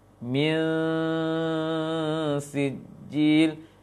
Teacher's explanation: Min sijil ini nun tidak jelas, samar nunnya, diarahkan ke sin. Min sijil. Min turunkan saja lidahnya tapi dekatkan ke arah ke gigi bawah, bukan ke gigi atas.